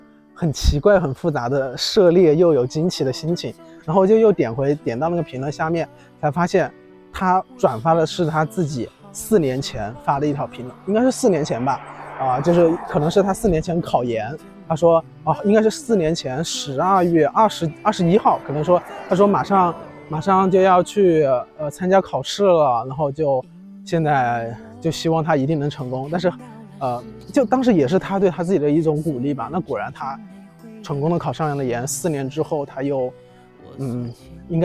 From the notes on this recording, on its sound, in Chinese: 来到一个新的环境，边走边录，也希望在这个夏天的尾巴，在虫鸣声中。